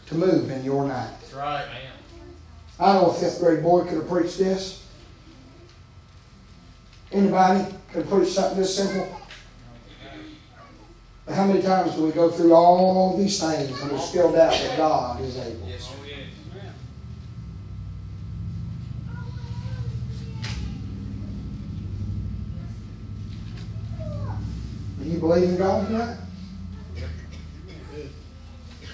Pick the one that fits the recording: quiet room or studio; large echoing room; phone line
large echoing room